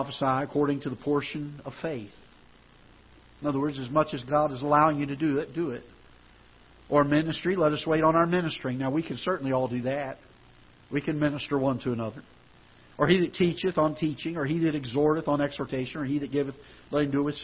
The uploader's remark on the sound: Ketha Heights Baptist Church ~ Live Broadcast